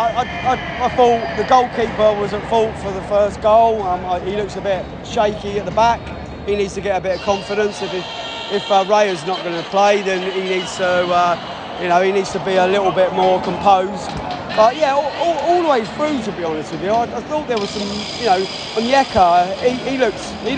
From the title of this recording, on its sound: Post Match Podcast from the Atlanta Dome